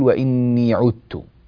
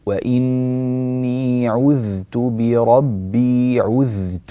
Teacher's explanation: الذال هنا مظهرة جاء بعدها تاء، لا ندغم الذال في التاء · Shown in: second take · جيد، لا نقول وإني عذت، لا نبين الذال، لا عذت، · Term: ذال مظهرة